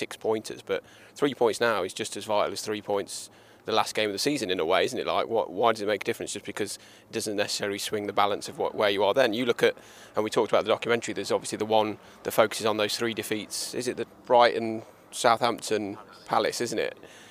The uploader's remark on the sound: The first time we've ever recorded in-person. Live (in a fashion) from the back of London Colney Retail Park having just been to Costa. Live from a cark park near you.